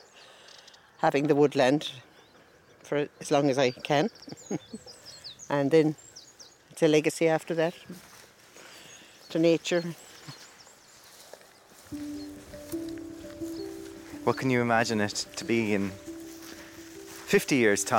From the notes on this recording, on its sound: go birdwatching in a meadow on a hill outside Malahide